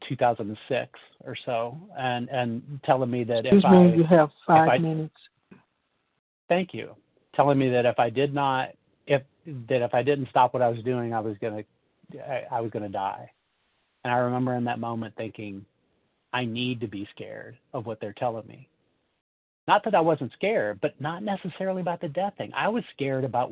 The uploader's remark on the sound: 100 Pounders Phone Meeting